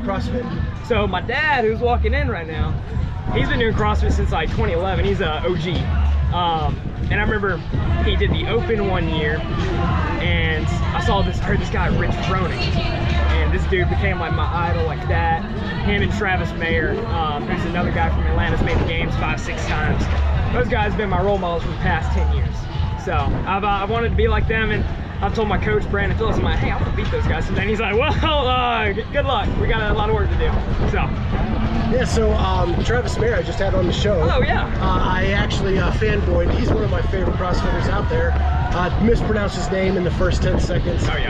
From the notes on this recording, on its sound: Live from TFX.